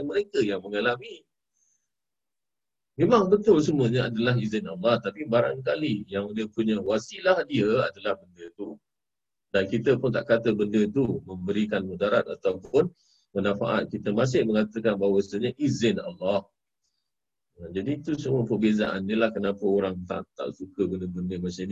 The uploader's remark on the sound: Zoom Host